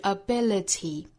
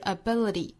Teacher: 英音之中是爆破感十足的 t 的发音 · Shown in: first take